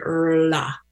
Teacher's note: It is a muscle that needs to be exercised because we've never, are in the English language, that sound doesn't exist. It's a rolled R. I kind of describe it like an RL combination, like RLA.